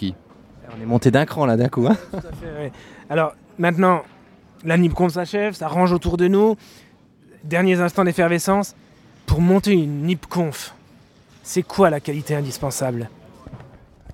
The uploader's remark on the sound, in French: Enregistré en direct du Swiss Tech Convention Center de Lausanne.